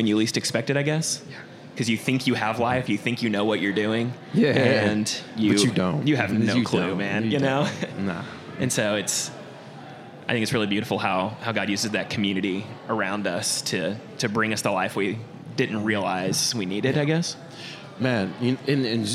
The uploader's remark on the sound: Wishful Drinking is always recorded live in Downtown Tyler, Tx at The Foundry Coffee House over a delicious cup of coffee.